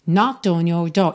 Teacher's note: E atenção que o K inicial de knocked é completamente mudo. Você começa no N